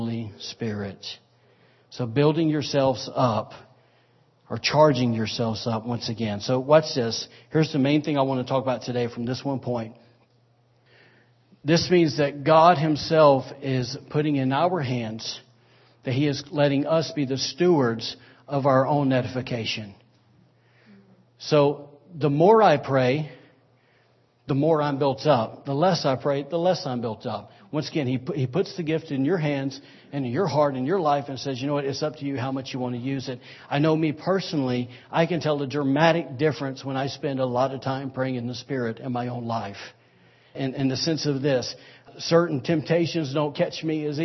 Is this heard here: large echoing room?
yes